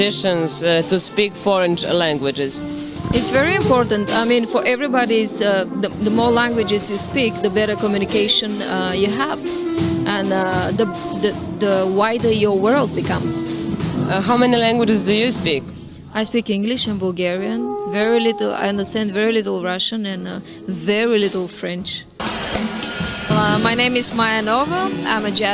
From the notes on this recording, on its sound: at Nishville Jazz Festival